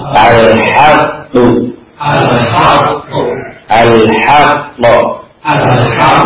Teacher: yang disebut dengan sifatnya qalqalah, ya, qalqalah, ada pantulan